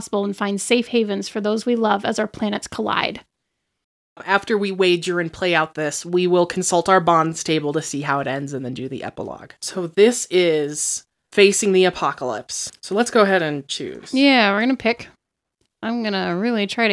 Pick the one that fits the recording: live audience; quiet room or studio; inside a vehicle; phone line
quiet room or studio